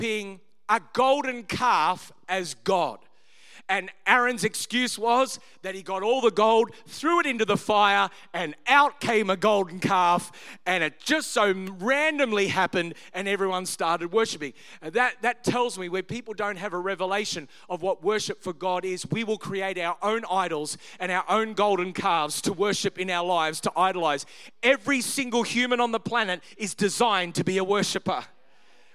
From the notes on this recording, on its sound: Originally recorded on 19th of November 2023 at Neuma Melbourne North location